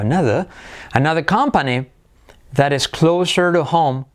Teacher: Fijaos la R de another, casi me la salto, casi como británico